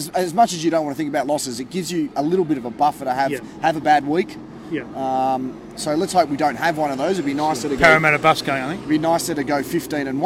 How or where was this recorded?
busy venue